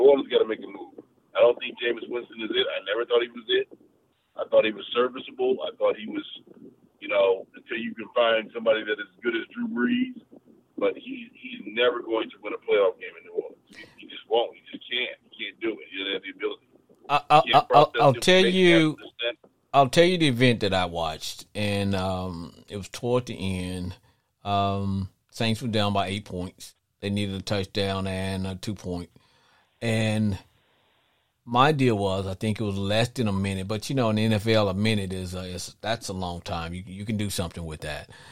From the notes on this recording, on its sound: Is a one hour live streaming Sports Entertainment Podcast where callers get up to 2 minutes to blow off steam. On this week's show callers call.